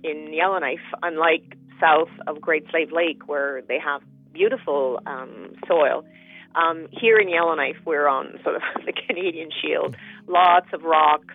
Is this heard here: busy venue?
no